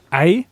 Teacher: dann habe ich am Anfang von diesem E einen Glottisverschluss, deswegen habe ich so ein kleines Knacken da quasi am Anfang drin